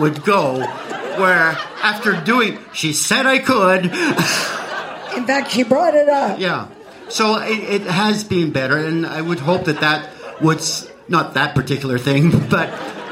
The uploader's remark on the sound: LIVE SHOW RECORDING. My first ever live show!!